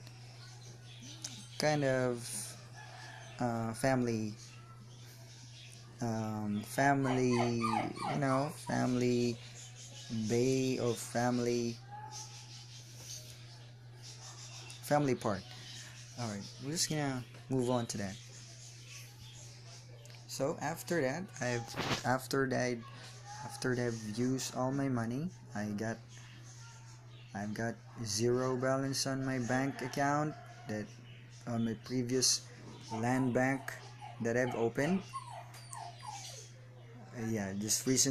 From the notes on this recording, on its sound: sorry for the background noise its my ceiling fan